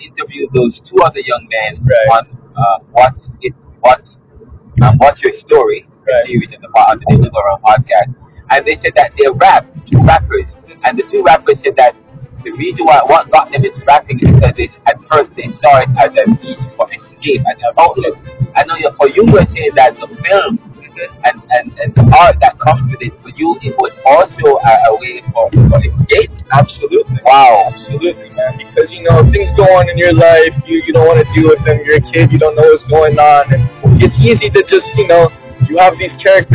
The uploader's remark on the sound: We included some of his work, videos, the music he's worked on, and sounds to provide background to the episode which was done in audio while traveling in a vehicle.